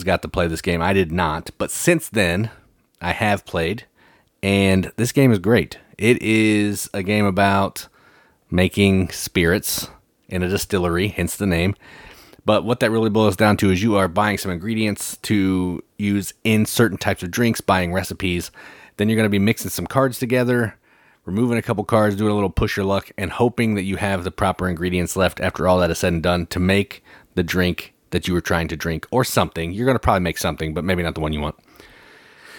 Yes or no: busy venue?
no